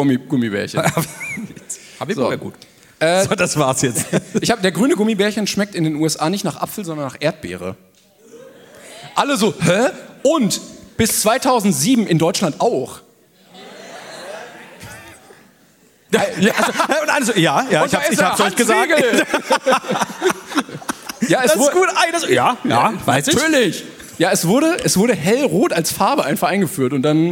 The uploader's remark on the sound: Live in Bonn